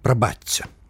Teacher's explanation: паводле правілаў мілагучнага беларускага вымаўлення шыпячы гук прыпадабняецца да наступнага свісцячага. Пажадана казаць прабачце.